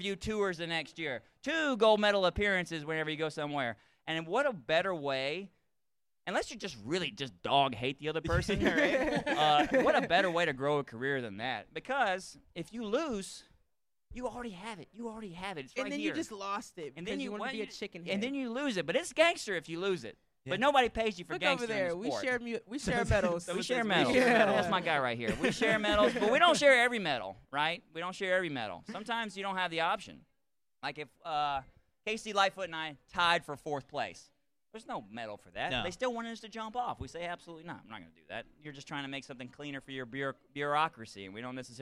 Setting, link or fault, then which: setting, busy venue